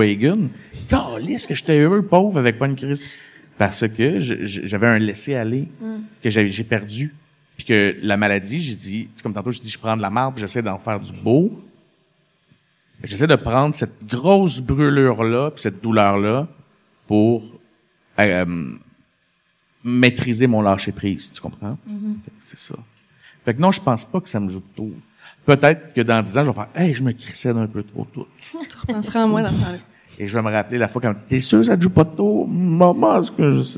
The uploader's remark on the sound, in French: Le moment est enfin venu de vous présenter notre premier épisode devant public.